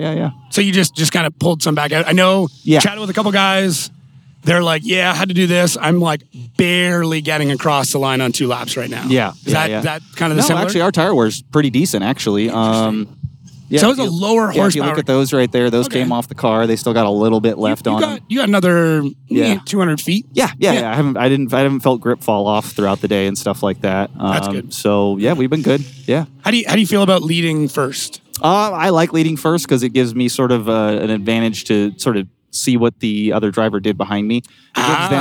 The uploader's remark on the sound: This week we are live from Salt Lake City Utah, for the Pro Spec Finals.